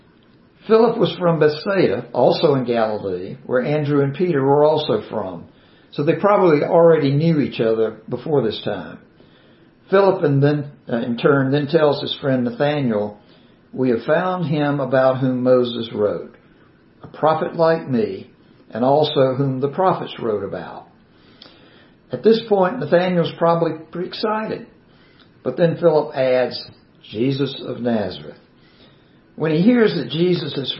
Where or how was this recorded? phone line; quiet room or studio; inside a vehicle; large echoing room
large echoing room